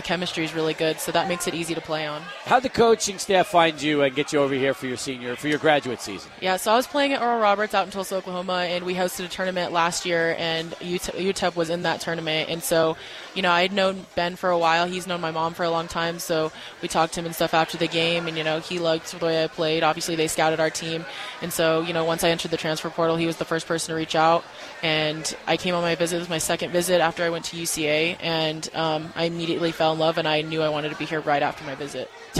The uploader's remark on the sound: Live at Union Drafthouse Sunland